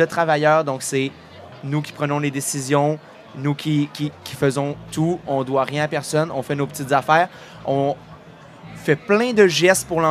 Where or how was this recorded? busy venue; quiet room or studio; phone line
busy venue